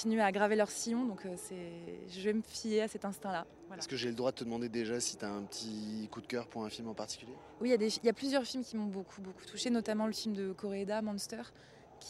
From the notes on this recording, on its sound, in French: Dans les coulisses du festival. En direct de la Croisette.